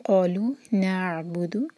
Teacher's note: عین پر جھٹکا نہ آئے، بو پر زور